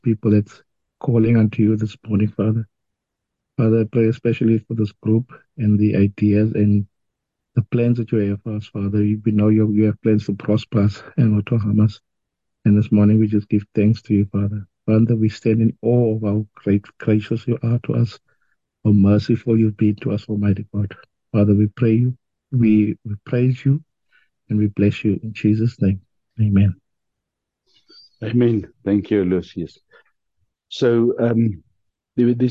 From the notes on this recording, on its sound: The Transformation Table Zoom Meeting